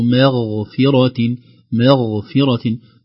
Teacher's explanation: آخر تنبيه، إن ربك لذو مغفرة، لذو مغفرة، هنا الميم حرف رقيق أو رقق بعده الغين ساكن حرف مفخم، لا نقول مغفرة مغفرة، يعني لا نرقق الميم والغين مباشرة، أو نقول مغفرة نفخم كلا الحرفين، بل نخلص ترقيق الميم من تفخيم الغين